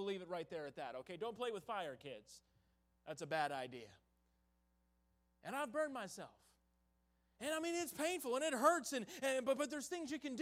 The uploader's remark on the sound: in the Tuesday Evening Revival Service on November 8, 2022, at Victory Baptist Church in Boonsboro, Maryland.